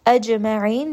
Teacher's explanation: jim is going to have qalqala, and then ayn from the middle of the throat.